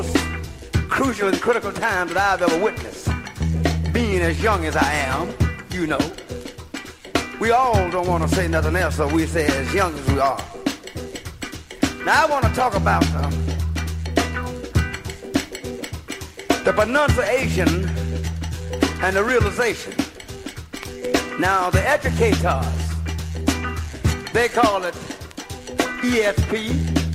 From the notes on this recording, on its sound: recorded live and in-person from the Midwest Peace of Liberty Fest